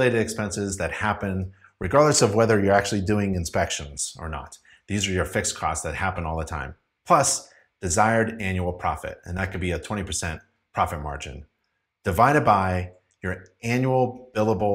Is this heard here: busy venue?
no